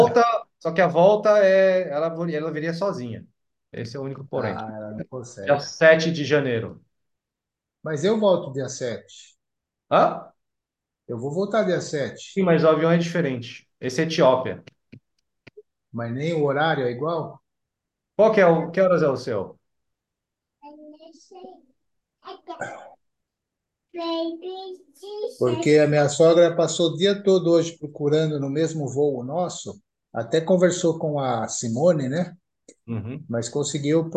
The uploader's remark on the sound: Zoom meeting.